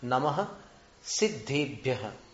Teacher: सिद्धेभ्यः के साथ संधि नहीं होती नमः की, वो विसर्ग यथावत रहता है